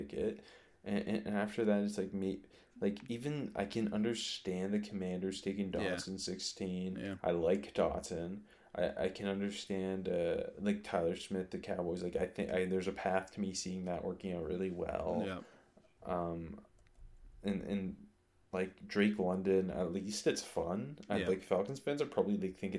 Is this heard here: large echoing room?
no